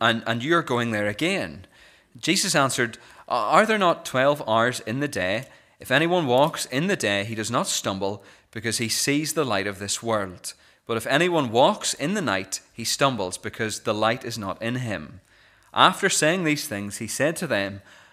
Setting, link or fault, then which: setting, large echoing room